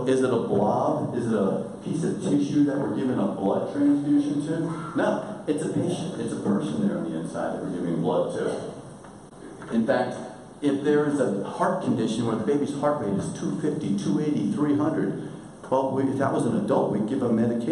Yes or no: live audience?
yes